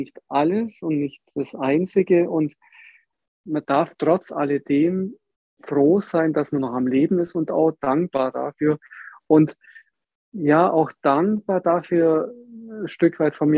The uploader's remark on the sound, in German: Diesen Fragen und mehr sind wir in unserem Gespräch via Zoom nachgegangen.